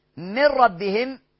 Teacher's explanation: نون ساكنة بعديها راء إدغام كامل بغير غنة